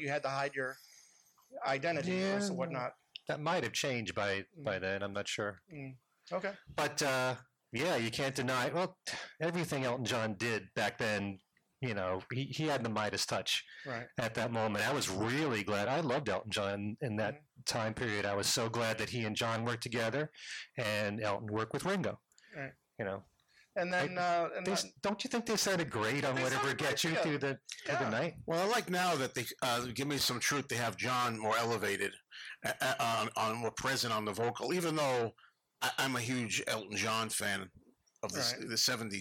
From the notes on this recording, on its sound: Recorded at the NY Fest for … Fans. Recorded live at the TWA Hotel. Apologies for the sound quality: while we were able to plug into the soundboard, the loudness was difficult to adjust.